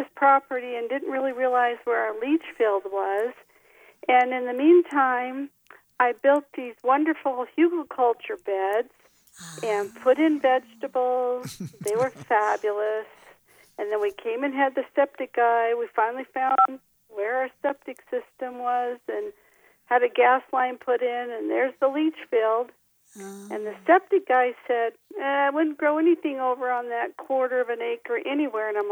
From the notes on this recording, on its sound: KVNF's weekly call in gardening show.